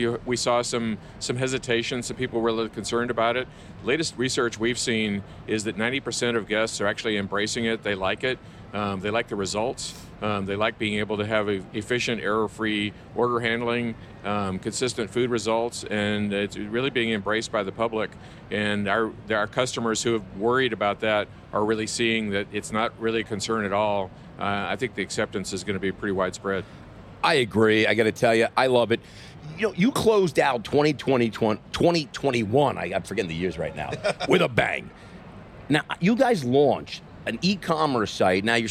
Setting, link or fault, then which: setting, busy venue